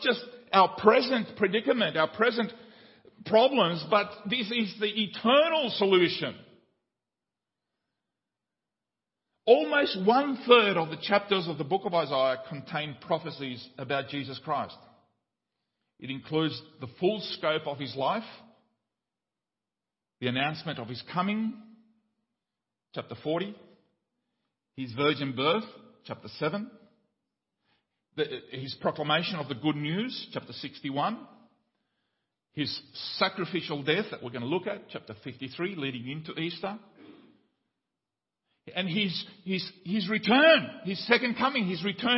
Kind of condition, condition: setting, large echoing room